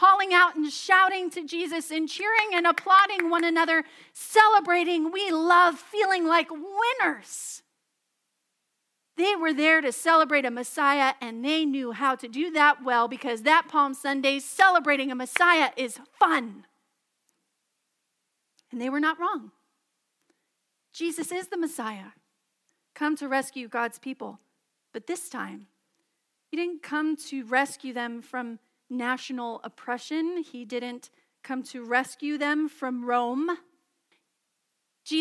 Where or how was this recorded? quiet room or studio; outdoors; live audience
live audience